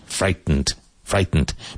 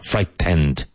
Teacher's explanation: Now, this word, you can actually say this word without pronouncing, well, the T must be pronounced, but very, very lightly · Shown in: first take